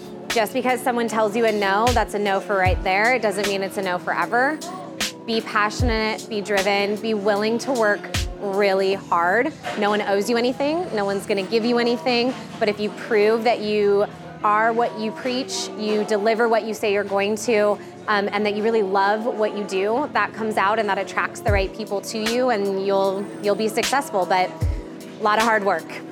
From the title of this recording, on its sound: Live from A Celebration of Women